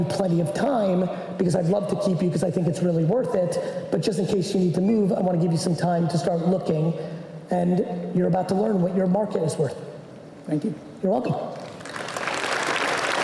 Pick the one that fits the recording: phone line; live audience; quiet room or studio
live audience